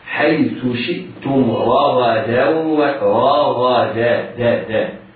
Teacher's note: حيث شئتم رغدا، إياك وأن يجعل تفخيم يؤدي تفخيم الراء والغين إلى تفخيم التال فتصبح ضادا أو قريبة من الضاد، لا، احرص على ترقيق الدال بعد الحرفين المفخمين، بعد الراء والغين المفخمتين